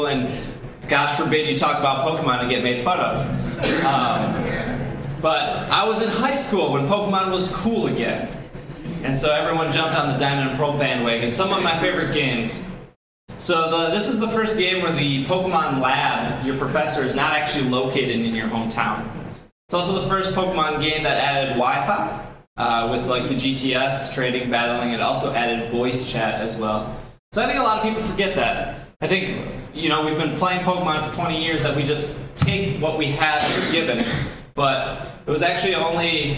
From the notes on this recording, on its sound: Live at C2E2. This podcast was recorded live.